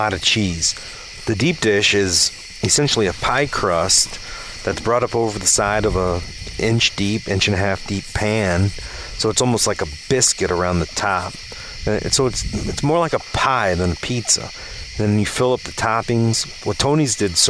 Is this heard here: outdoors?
yes